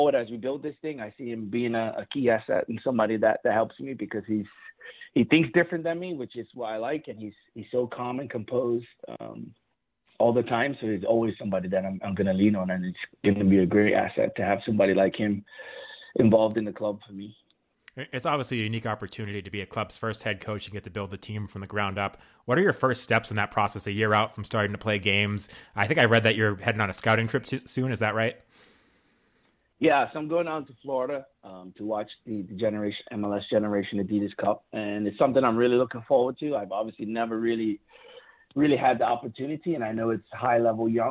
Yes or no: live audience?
no